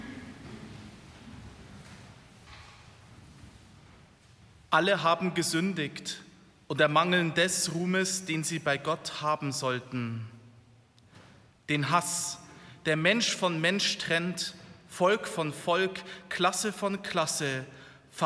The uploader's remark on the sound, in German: Live-Gottesdienst aus der Auferstehungskirche in Traunstein